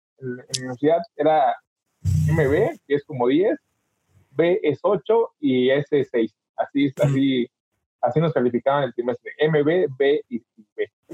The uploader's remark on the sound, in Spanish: Disculpen el mal audio pero tuvimos fallas técnicas y tuvimos que tomarlo de Zoom.